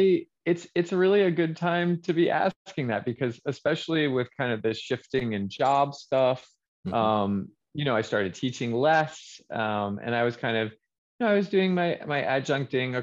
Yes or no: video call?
yes